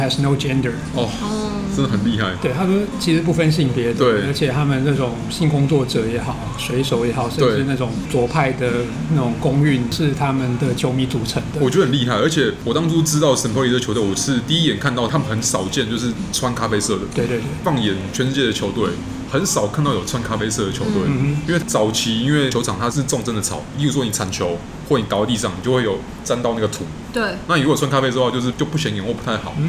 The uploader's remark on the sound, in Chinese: 本集白噪音指數：微風級 2/5。錄音地點： 點亮咖啡。